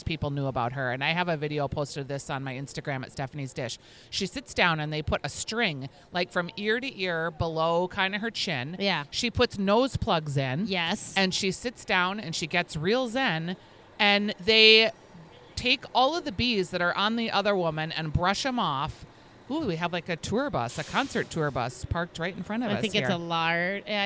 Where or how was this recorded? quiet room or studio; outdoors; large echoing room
outdoors